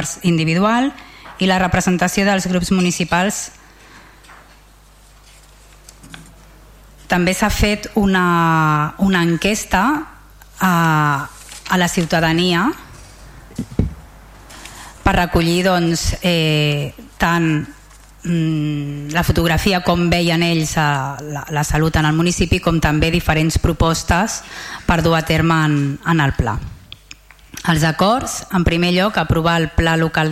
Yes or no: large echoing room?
yes